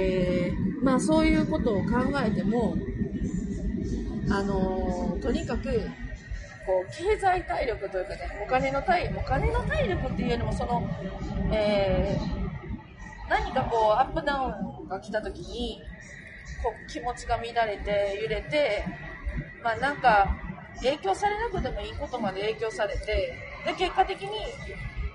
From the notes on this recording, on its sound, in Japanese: 新幹線の車中で収録をしたので。かなり雑音が入って聞きづらいですが、。